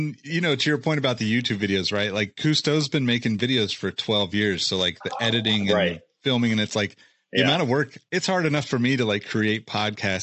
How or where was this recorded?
video call